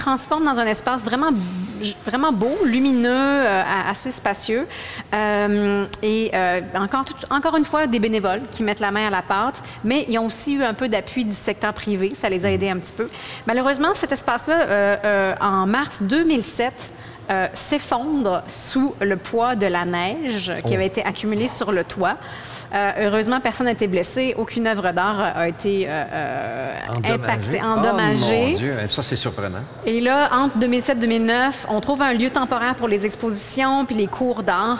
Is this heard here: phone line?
no